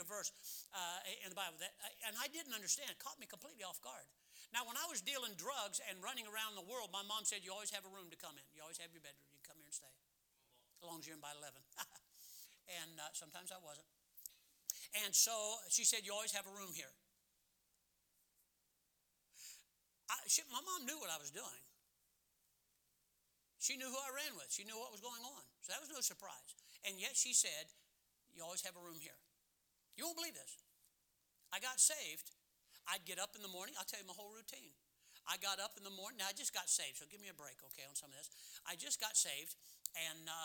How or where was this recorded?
large echoing room